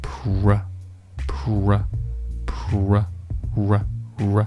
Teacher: 在读这个 r，r， pura 的时候呢，你的嘴唇是需要撅起来的